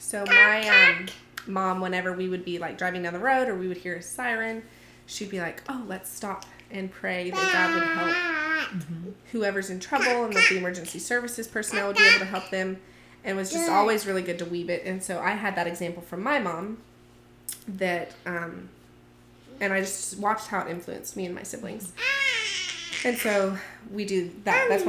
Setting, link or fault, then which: fault, sounds in the background